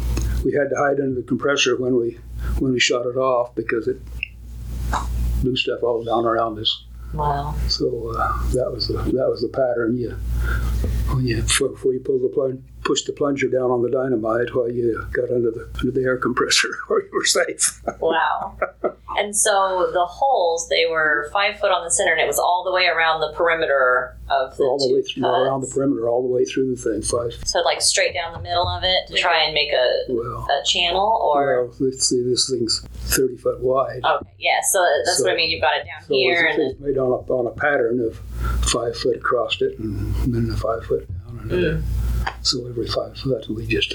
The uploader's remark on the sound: Near Overton, Nevada. At the Lost City Museum. Please note the conference room we used at the museum was a touch noisy, forgive us for the background noise.